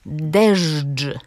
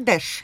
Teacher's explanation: Mówię to nienaturalnie, bo chcę, żeby państwo usłyszeli, że tam były spółgłoski dźwięczne ż i dż · Shown in: first take · Ale ostał się deszcz, czyli bezdźwięczny.